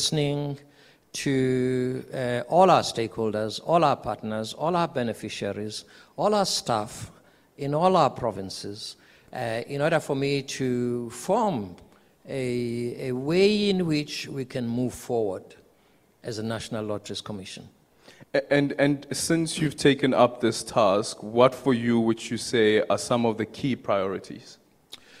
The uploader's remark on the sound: We are still coming to you live from Durban at the Coastland Musgrave Hotel where the National Lotteries Commission is welcoming its newly elected board chairperson.